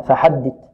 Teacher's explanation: الثاء هنا مثلثة تخرج من طرف اللسان مع طرف الثنايا العليا